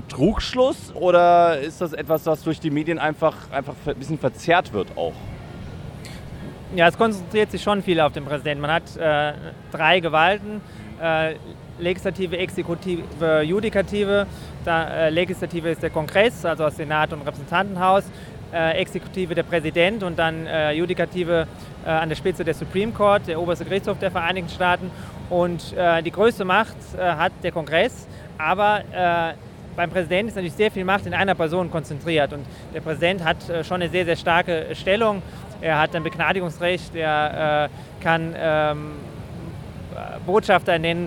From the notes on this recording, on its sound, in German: Live aus den USA. Der Podcast wurde am Times Square aufgezeichnet.